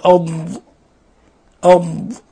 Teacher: والضاد حرف إطباق وحرف استعلاء وحرف مفخم وحرف يعني له مخرج مستقل، بل هذا الضاد من سميت لغة العرب لغة الضاد لصعوبة إخراج الضاد، ولأنه لا يوجد في كل اللغات حرف الضاد إلا في اللغة العربية.